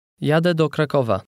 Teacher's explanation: at the end of a word, the Polish letter that looks like an E with a tail has the same sound as the normal Polish E